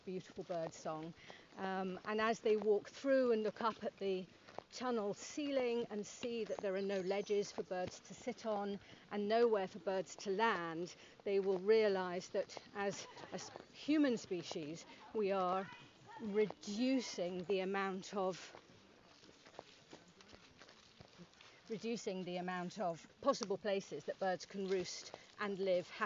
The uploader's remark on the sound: A walk is taking place from Dunbar to Glasgow in time for COP26. We joined the walk just after it left the Edinburgh Sculpture Workshop and went with them as far as Granton Castle Walled Garden.